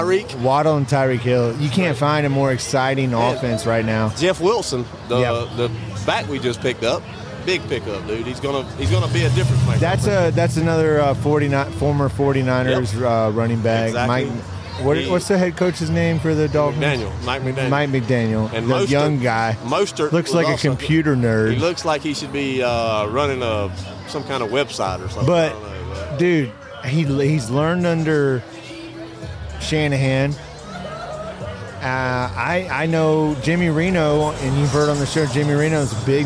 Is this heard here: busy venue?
yes